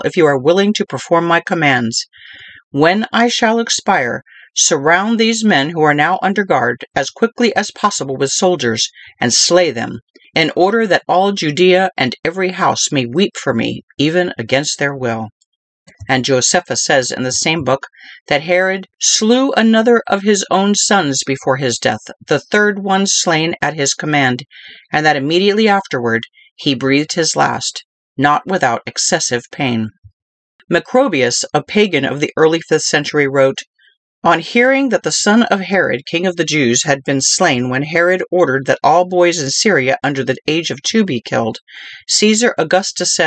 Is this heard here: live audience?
no